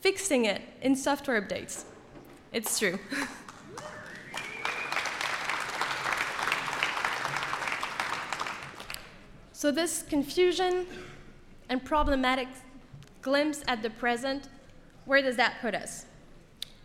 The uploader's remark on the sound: This is the #Airtime recording of the Mozilla Festival Sunday Keynotes in London.